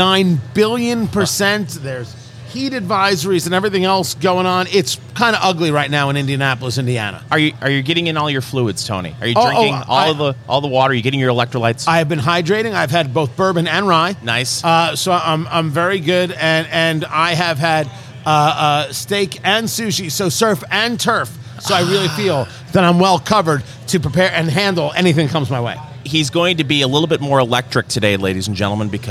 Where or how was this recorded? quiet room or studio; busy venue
busy venue